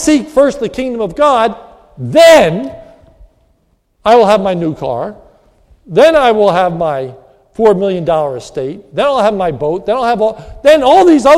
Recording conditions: large echoing room